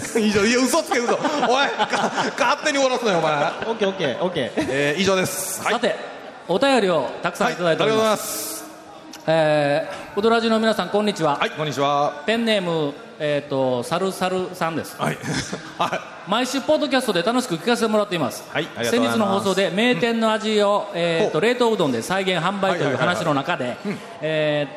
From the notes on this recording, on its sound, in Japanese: 初公開録音！ in サンポート高松